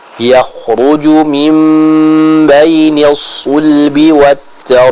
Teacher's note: kita berikan qalqalah yang sempurna pada huruf ba yang ada di akhir ayat ketujuh tersebut